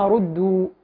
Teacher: ثم ردوا البعض يقرأ ردوا بالضاد بدل الدال بالفعل. والصواب أن الدال مرققة. ثم ردوا يعني الأول نفخم الراء ثم ننتقل إلى ترقيق الدال تمام.